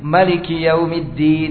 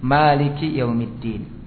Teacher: Adapun qiraah yang kita baca, yang kita hafal, asim, itu dengan memanjangkan mimnya · Shown in: second take · maliki yaumiddin.